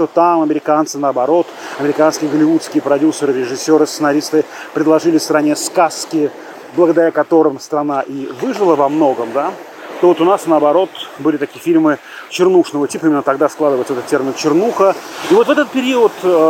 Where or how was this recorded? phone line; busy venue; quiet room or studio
busy venue